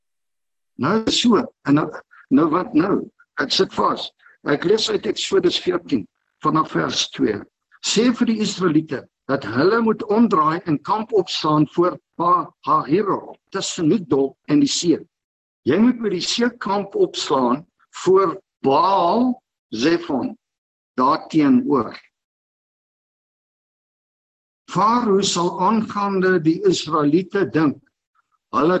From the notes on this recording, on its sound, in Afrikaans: Manne van die Woord Zoom Byeenkoms 17 Maart 2022